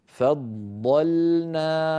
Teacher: ثلاث ضادات، الضاد الأولى مشددة، فض فض، فننطقها بهذا الشكل، فضلنا، فض فاء مرققة، ضاد مفخمة، بعدها لام مرققة